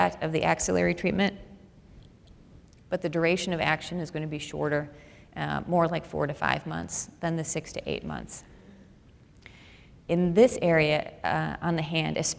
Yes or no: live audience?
yes